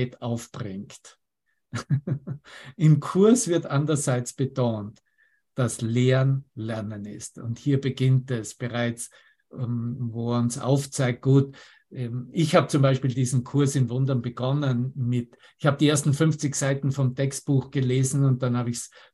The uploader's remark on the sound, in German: Zoom-Session. Veranstaltet von der Aleph Akademie.